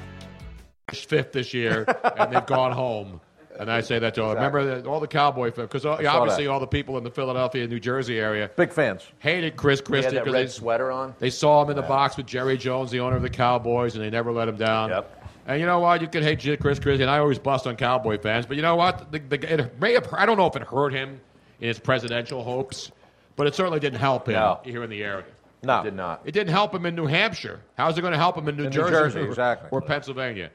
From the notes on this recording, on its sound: The whole gang was back in action at Comedy Sports Philly for our big Pre-Valentines day extravaganza. Our audience in the Theatre.